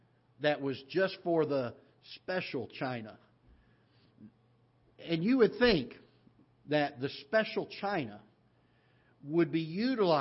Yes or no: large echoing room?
yes